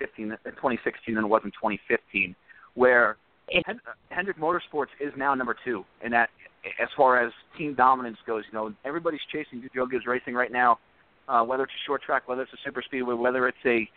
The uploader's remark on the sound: take your phone calls